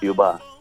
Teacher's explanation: mucha gente no pronuncia la R al final